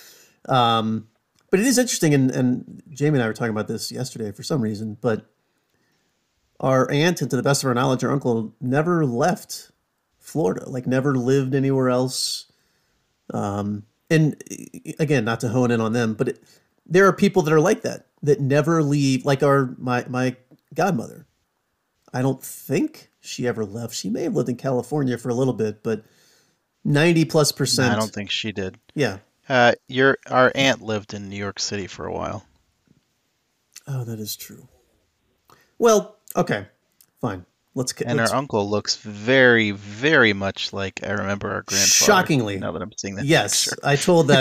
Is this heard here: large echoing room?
no